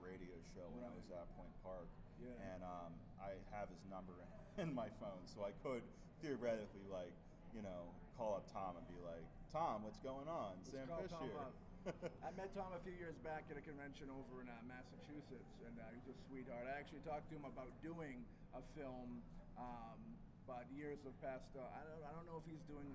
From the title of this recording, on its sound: Live From Grossfest